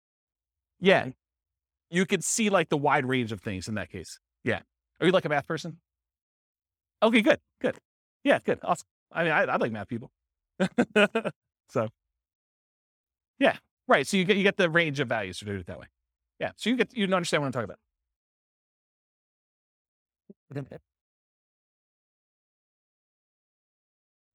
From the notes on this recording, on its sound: This was a live class recorded